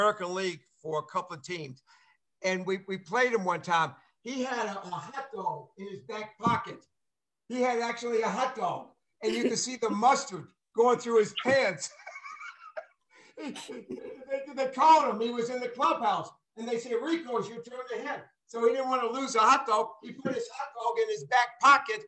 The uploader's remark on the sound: Live zoom conversation with former players announcers media and many more.